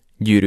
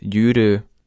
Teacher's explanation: a keleti palóc nyelvjárásból származó szóvégi ú-ű nyíltabb ejtése · Shown in: second take